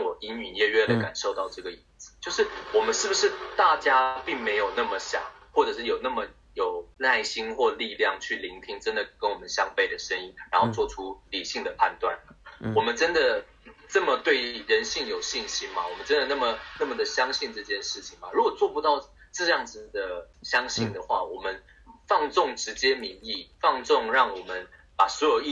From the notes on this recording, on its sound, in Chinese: 抱歉由於越洋訪問所以今天收音出了問題